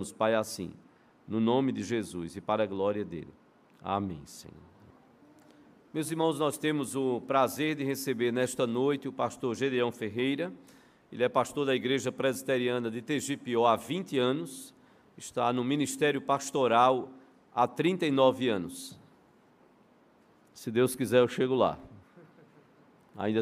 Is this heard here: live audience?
yes